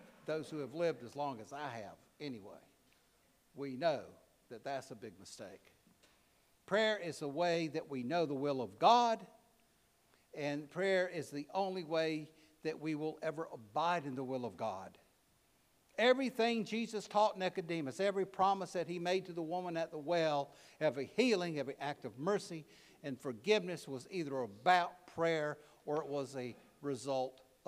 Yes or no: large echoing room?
yes